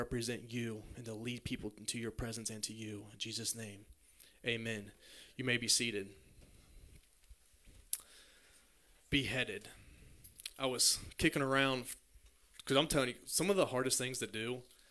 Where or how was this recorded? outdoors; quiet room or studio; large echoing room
large echoing room